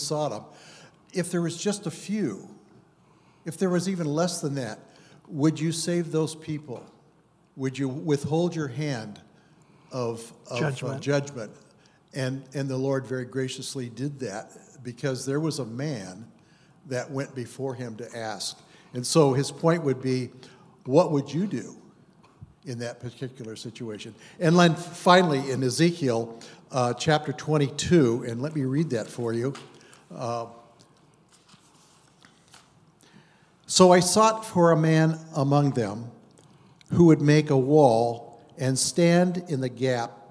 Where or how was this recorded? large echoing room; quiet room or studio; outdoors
large echoing room